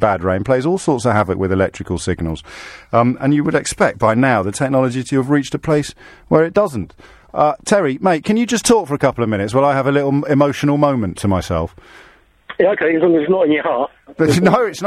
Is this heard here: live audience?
no